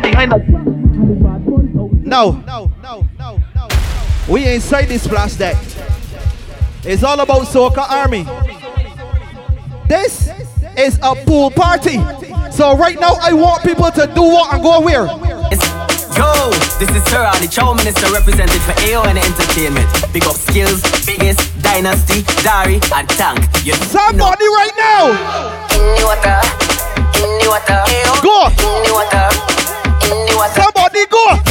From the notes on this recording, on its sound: LIVE AUDIO FROM BLUE,YELLOW & SPLASH COOLER POOL PARTY BARBADOS